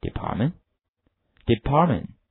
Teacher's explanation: 我们两个 T 的读音是几乎可以略去的，叫略音